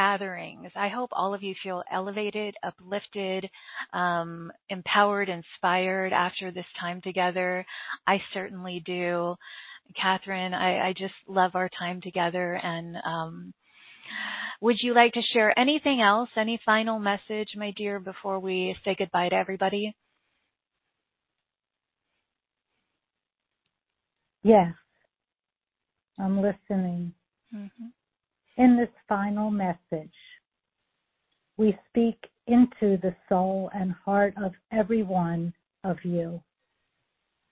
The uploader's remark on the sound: For the courageous starseeds who called in and participated live with us!